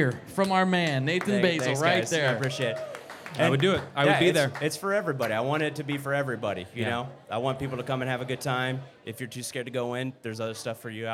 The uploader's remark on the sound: LIVE from Scaredycon at Taproom-120